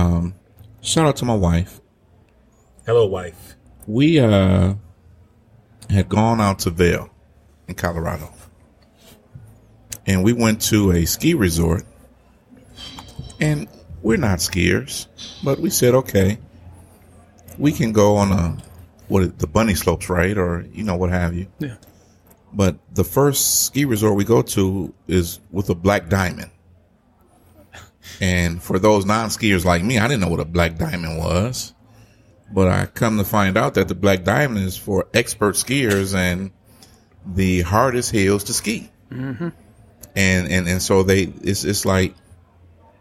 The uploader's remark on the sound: Live from One Under Craft Beer and Eats in Livonia